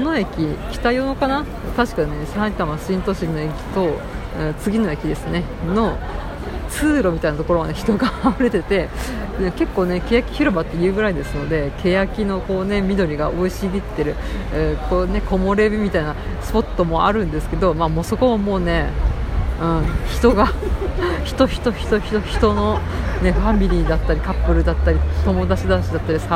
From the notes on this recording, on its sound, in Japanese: さいたま新都心ビール祭り 2019夏。さいたま新都心で例年行われるクラフトビールイベントに参加してきました。屋外収録ですので周囲の音や雑音が入りまくりです。